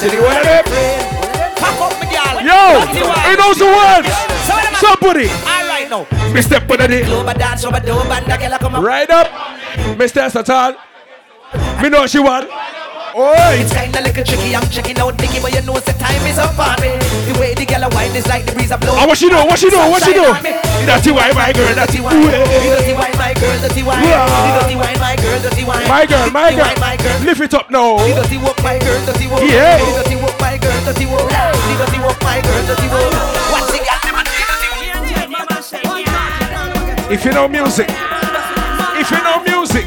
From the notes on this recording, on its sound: LIVE AUDIO FROM FREE SOCA PARTY